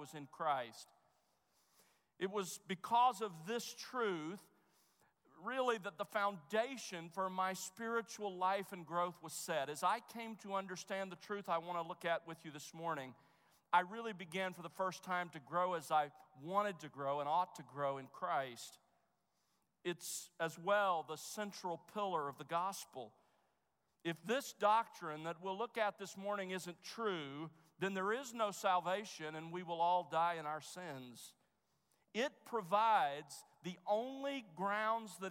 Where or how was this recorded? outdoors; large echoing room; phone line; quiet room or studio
large echoing room